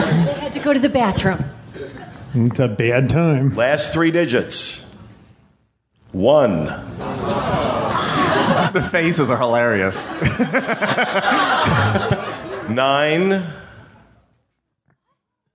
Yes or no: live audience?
yes